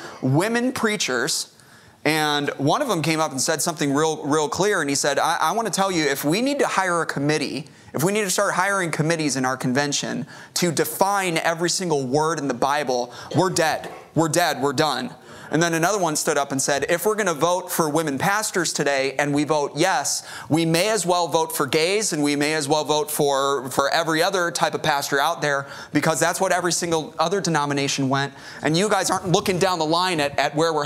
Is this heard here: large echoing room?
yes